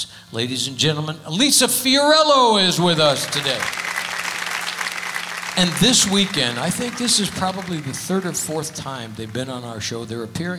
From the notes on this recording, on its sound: Live at the South Point Casino